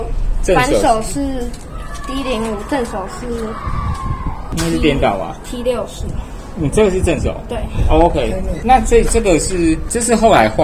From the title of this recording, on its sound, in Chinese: 乒夢U13排位賽現場訪問